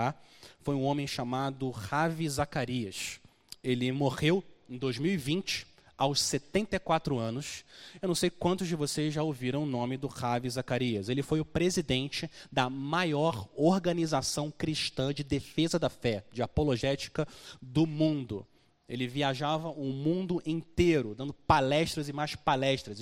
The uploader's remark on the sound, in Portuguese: Mensagem gravada na Igreja Batista Jardim Minesota